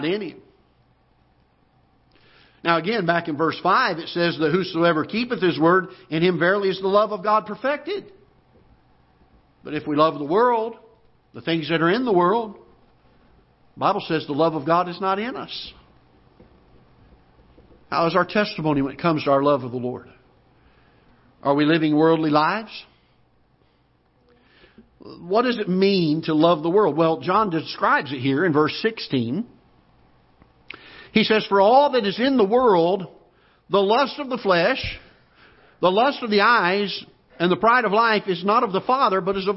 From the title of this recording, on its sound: Ketha Heights Baptist Church ~ Live Broadcast